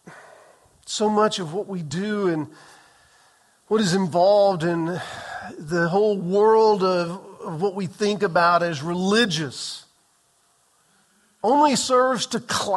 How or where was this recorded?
large echoing room